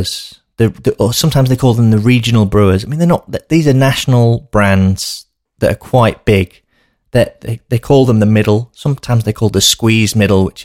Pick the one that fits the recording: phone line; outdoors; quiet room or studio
quiet room or studio